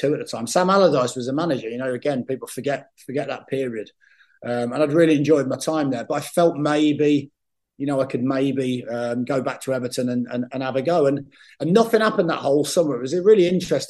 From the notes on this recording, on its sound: sat down on Zoom